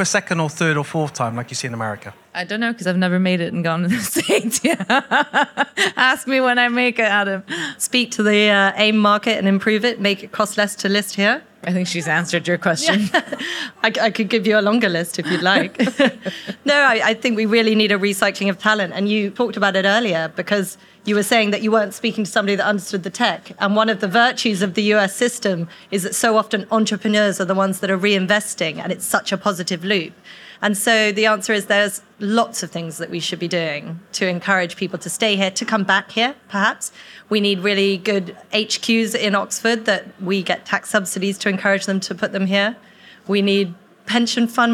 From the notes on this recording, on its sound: Audience Q&A.